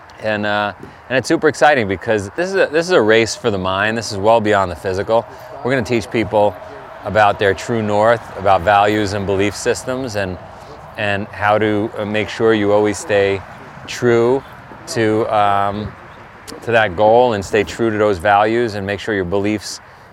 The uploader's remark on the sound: On Location at Spartan Winter Agoge 001